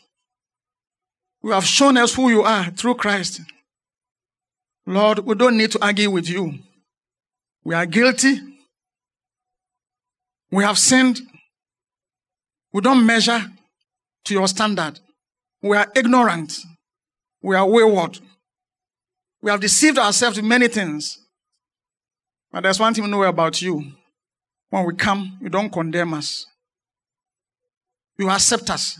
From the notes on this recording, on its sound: Sermon preached at CBC Shiashie Campus.